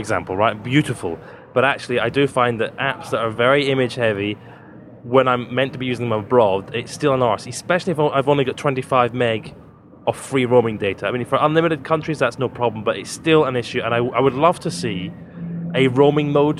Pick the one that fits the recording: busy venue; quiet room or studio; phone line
busy venue